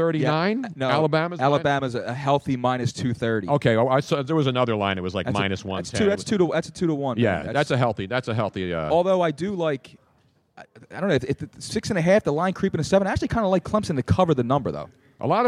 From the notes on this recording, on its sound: We are LIVE from Audio Avenue in Tampa for the College National Football Championships.